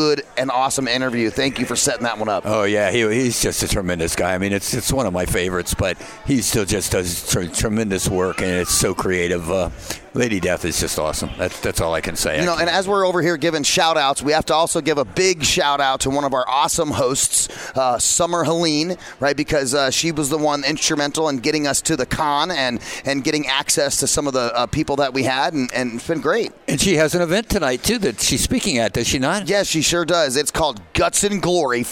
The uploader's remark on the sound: Broadcast Day 2 Live from the Phoenix Comicon! Interviews LIVE from the floor of Phoenix Comicon.